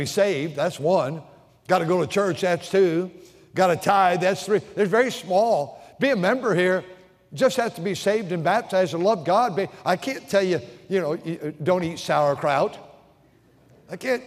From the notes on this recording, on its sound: during the Sunday Evening service on September 24, 2023, at North Valley Baptist Church in Santa Clara, California